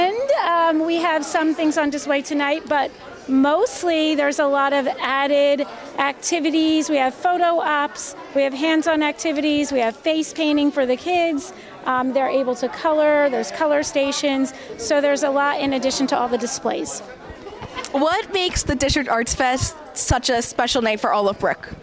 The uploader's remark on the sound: Inside Look at the Brick District Arts Fesitval. Take a walk through the District Arts Festival.